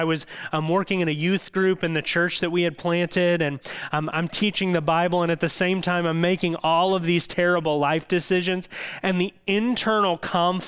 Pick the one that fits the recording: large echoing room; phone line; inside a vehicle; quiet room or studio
large echoing room